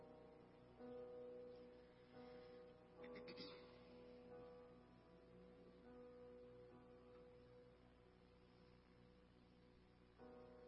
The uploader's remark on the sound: New Year's Eve Worship Service - Audio